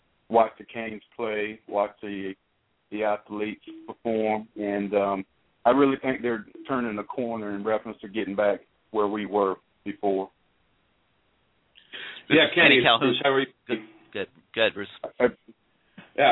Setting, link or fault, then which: link, phone line